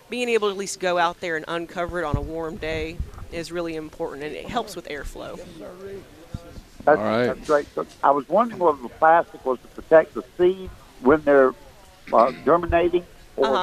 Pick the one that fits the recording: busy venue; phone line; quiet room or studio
busy venue